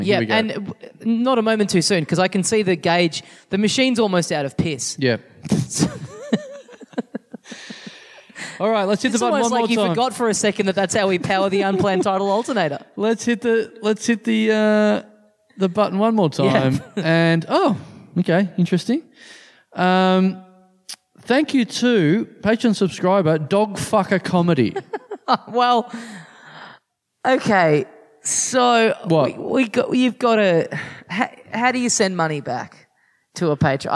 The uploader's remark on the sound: The people of Adelaide turned up at the last minute to catch the first of our awesome live episodes. Things get weird with a young man in the front row.